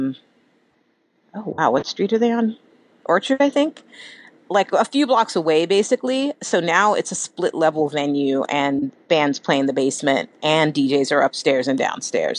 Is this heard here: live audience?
no